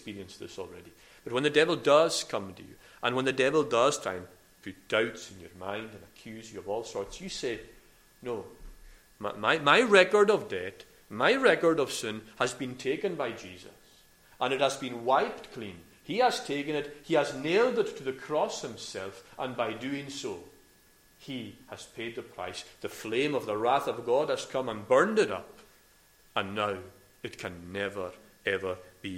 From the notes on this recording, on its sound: recorded at North Harris Free Church on Sunday morning 20th February 2022